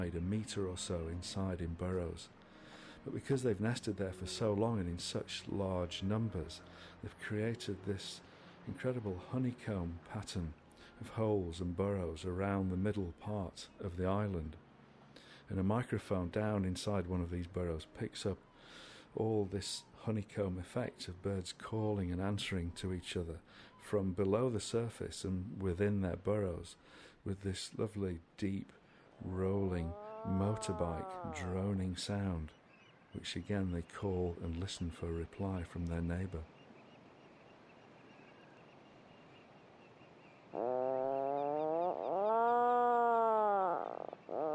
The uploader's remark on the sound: We’re perched on this vertiginous rock, out somewhere in the Atlantic in almost total darkness, with some of the strangest sounds you’ll ever hear in Western Europe all around us… Skelligs Calling is a beautiful sonic portrait of Skellig Michael.